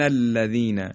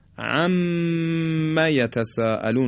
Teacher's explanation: غنه، نون و میم مشدد مثل این الذین یا و میم عم یتساءلون مثلا، در اینجا همراه با کشش هست و به اندازه دو حرکت بایستی ما این کشش و مکس رو انجام بدیم.